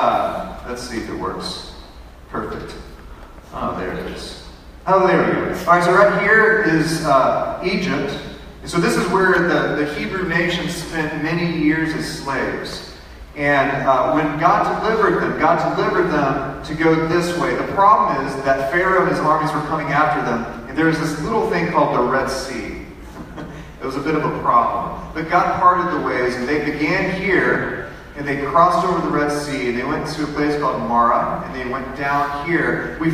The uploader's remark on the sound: Sorry for the bad audio quality.